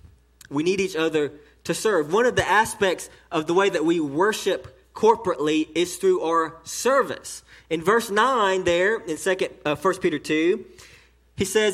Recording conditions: large echoing room